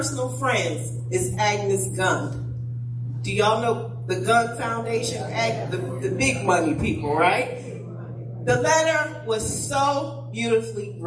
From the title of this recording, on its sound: Praise and Worship Service - Audio